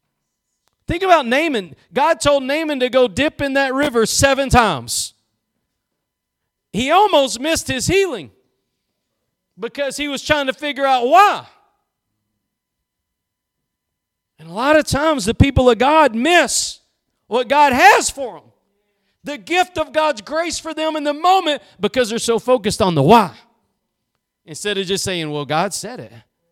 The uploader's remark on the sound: Preached at Gospel Lighthouse in Bossier City, La.